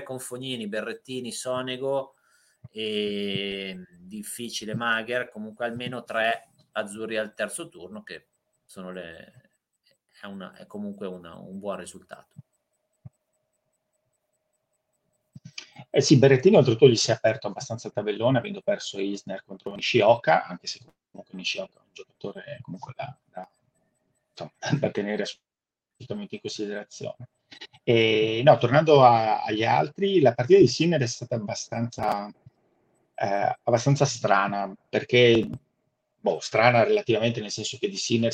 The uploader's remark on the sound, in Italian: A causa di problemi di connessione (lato mio). Abbiamo registrato un audio un po' ballerino e disturbato (anche dai miei cani).